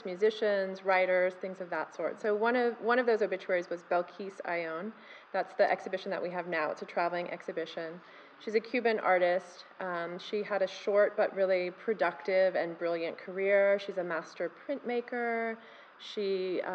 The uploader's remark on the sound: Live from the Scottsdale Museum of Contemporary Art